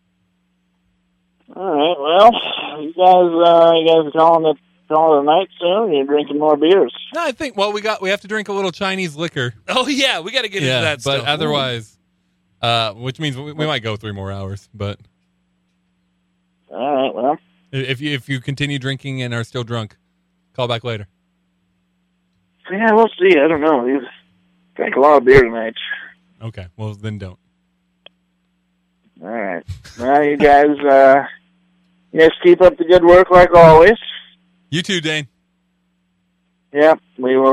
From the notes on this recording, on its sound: Multiple people called in, and we talked to some of them.